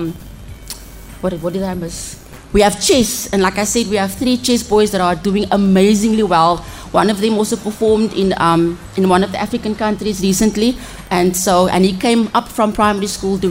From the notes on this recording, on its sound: Live from Elsies River High School, The Big Breakfast Show chatted to the school's principal.